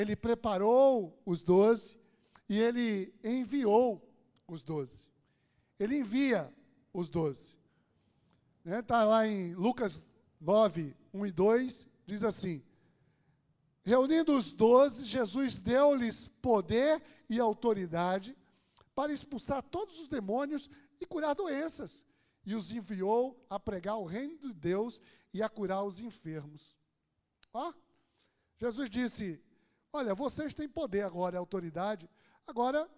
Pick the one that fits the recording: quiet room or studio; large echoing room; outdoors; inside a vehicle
large echoing room